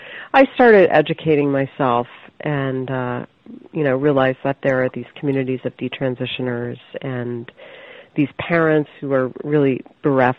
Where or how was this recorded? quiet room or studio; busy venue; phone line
phone line